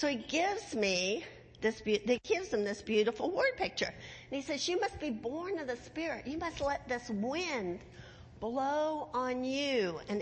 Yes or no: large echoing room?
yes